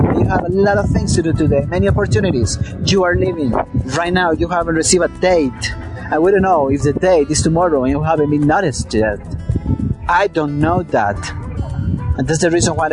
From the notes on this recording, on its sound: The audio was recorded outdoors so there is a certain level of noise